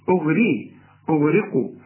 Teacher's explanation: أنا عندي الغين مفخمة والقاف مفخمة، إنما الراء دي مرققة جدا لأنها مكسورة